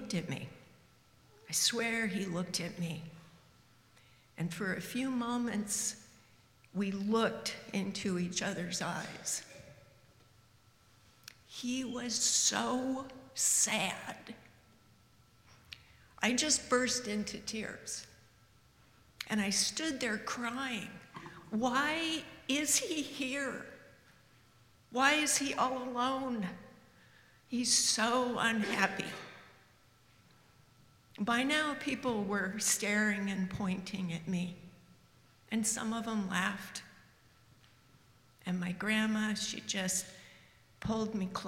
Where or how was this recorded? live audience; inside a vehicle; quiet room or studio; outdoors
live audience